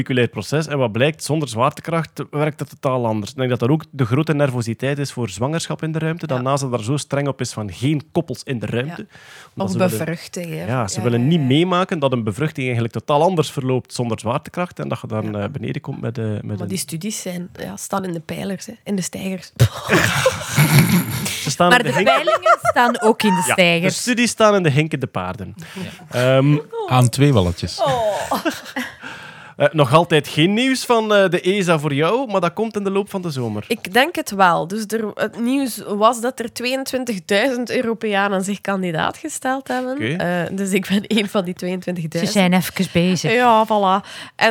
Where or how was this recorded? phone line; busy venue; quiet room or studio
quiet room or studio